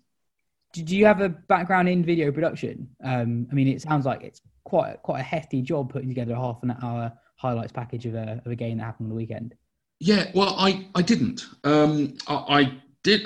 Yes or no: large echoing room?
no